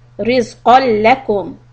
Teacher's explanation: Now, with letter lam, you cannot do ghunna. So it is idgham without ghunna.